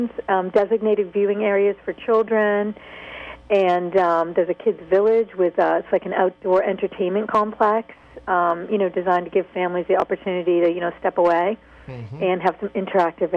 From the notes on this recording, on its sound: Broadcast ~ Goldie Bounce Golf on 95.9 WATD’s SSMN. Calls in from the site of the 2012 Deutsche Bank Championship the 10th annual at the TPC Boston.